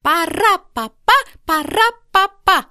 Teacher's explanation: Из двух слогов его стопа. Ударный слог всегда второй. · Term: ямб